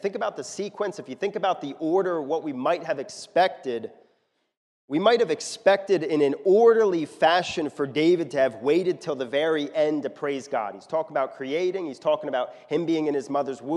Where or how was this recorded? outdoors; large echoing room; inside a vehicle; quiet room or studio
large echoing room